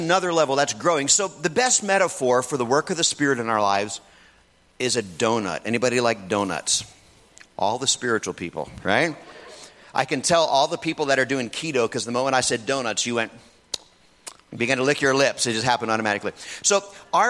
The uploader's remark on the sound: In this message from the Renew Conference